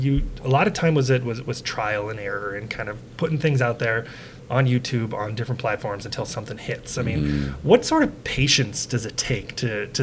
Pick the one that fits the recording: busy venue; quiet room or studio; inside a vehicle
busy venue